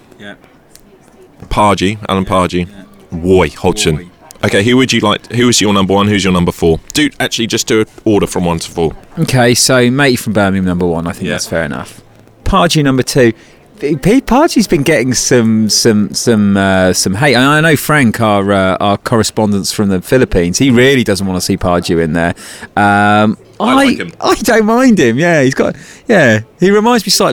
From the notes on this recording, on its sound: Live from the Blackburn game.